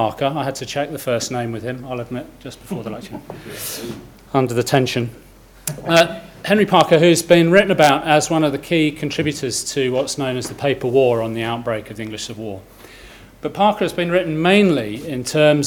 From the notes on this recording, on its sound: Inaugural Lecture